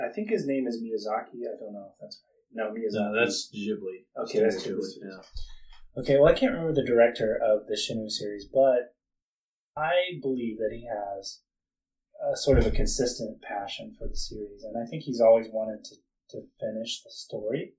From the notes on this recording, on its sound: We are also hoping that the poor sound quality will make it's exit after this episode.